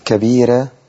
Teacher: راء مفتوحة قبلها ياء مادية هتديني الترقيق لورش · Term: ترقيق الراء